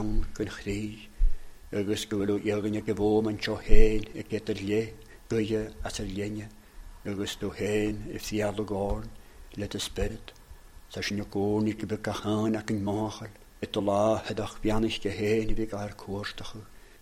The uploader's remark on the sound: recorded at North Harris Free Church